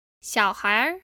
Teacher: northern Chinese accents tend to add an extra 儿 sound to the end of that, giving us 小孩儿。